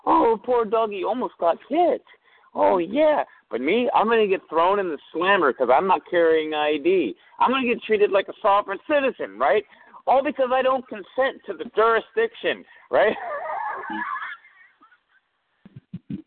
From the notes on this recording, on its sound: your phone calls